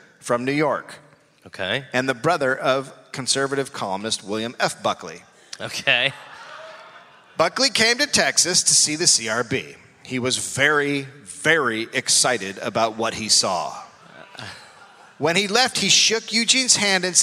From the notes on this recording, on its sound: Recorded live in Houston.